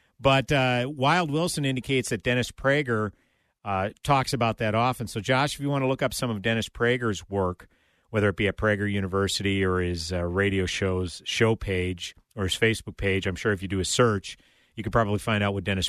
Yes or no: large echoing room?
no